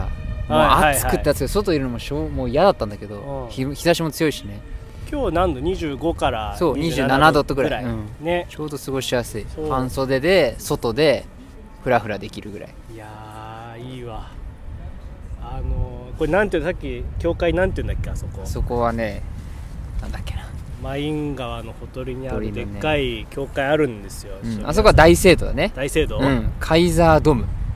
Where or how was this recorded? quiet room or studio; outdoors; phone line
outdoors